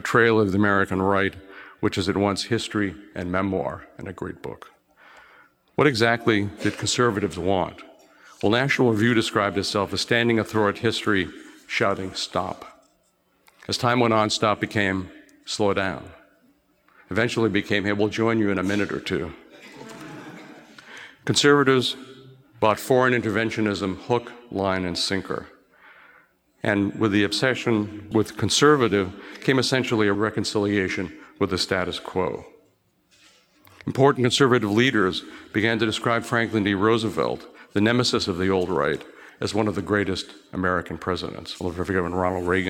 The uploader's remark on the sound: Recorded at the Mises Circle in Boston on the campus of Harvard University, on 1 October 2016.